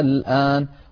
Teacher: دخلت عليها همزة الاستفهام فأبدلت همزة الوسط ألفا فصار النطق الآن